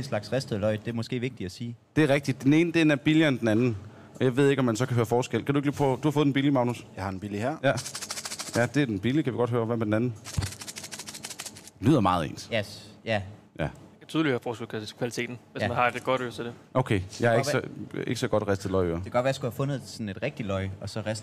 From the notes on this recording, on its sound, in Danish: Live fra Meny Rødovre. Tilbuds-tourbussen har nået næste stop, som er Meny Rødovre.